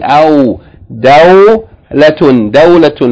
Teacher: the first syllable is the diphthong. Fatha followed by wow with sukoon.